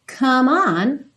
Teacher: Como é do come não é pronunciado, você já liga direto esse M no on